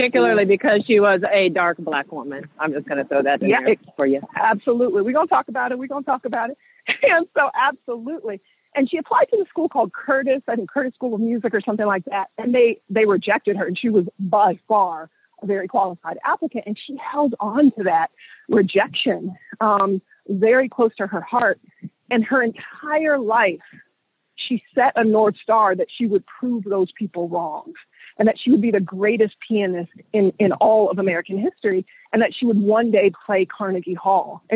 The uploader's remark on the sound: hop on the phone and take a walk